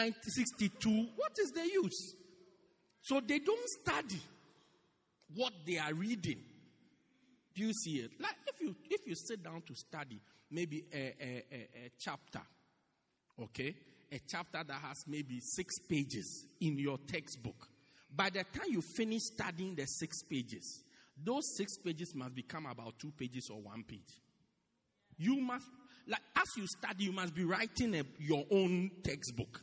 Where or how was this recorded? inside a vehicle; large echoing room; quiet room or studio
large echoing room